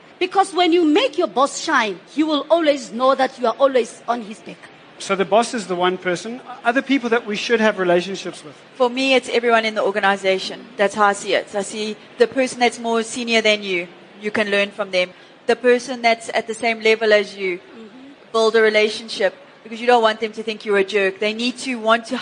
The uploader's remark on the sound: an interactive panel discussion where audience members are able to engage with top experts